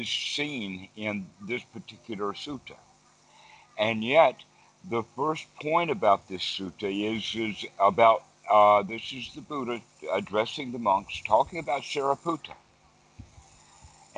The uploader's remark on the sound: skype calls